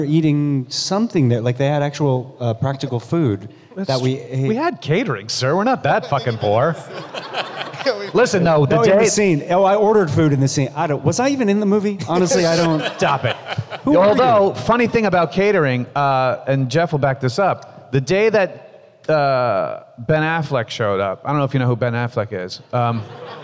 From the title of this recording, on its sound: Reunion Panel from Rhode Island Comic Con 2021